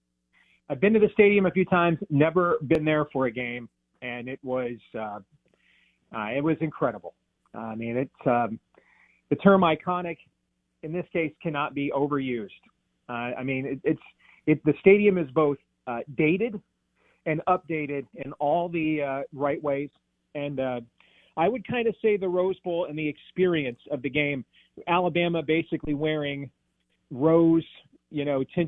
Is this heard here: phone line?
yes